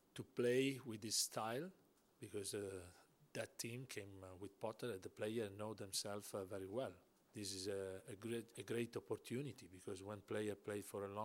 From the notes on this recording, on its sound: FULL PRESS CONFERENCE.